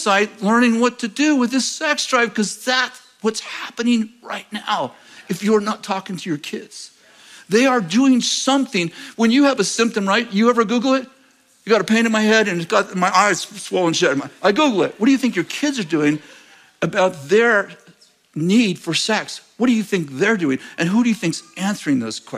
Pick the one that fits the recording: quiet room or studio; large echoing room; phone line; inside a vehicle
large echoing room